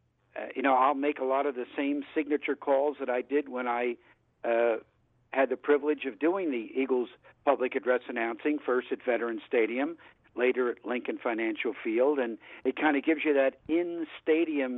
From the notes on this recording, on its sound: called